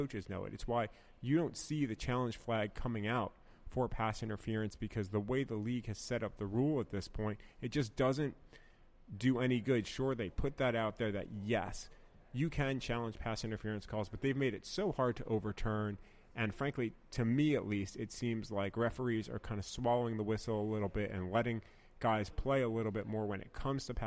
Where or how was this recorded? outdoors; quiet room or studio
outdoors